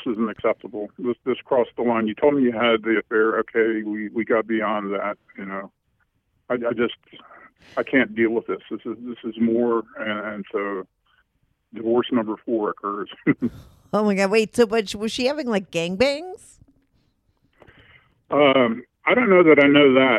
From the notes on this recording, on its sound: he called in to talk all about it